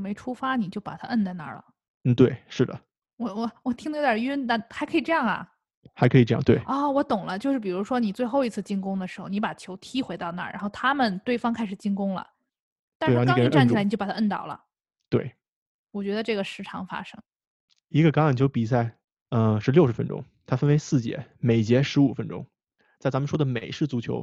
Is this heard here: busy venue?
no